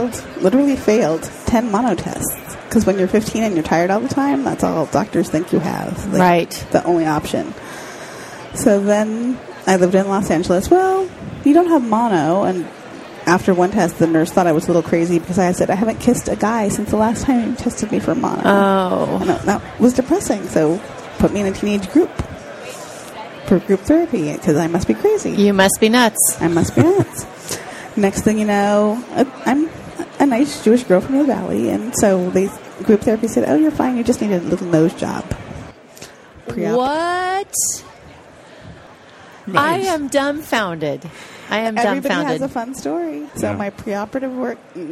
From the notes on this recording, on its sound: The episodes were broadcast live in CTGHS’s booth at the The HIMSS15 Annual Conference and Exhibition. Live from the HIMSS15 Exhibition floor in Chica.